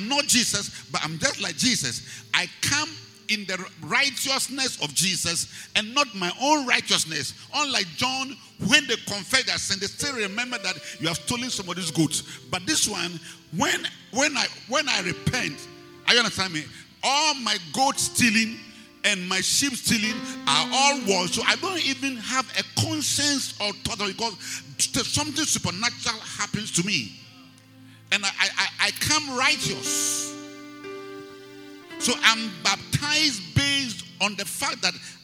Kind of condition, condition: setting, large echoing room